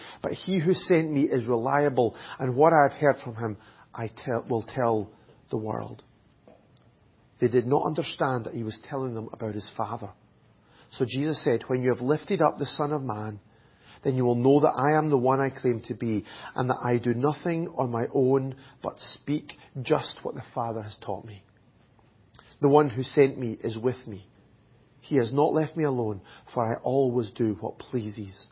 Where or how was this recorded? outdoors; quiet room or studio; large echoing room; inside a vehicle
large echoing room